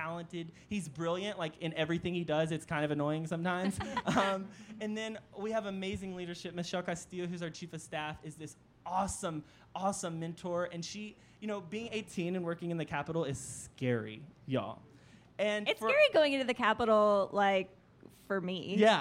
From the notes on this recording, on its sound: This week we recorded our first ever LIVE podcast at the Austin Young Democrats meeting at Cheer Up Charlies.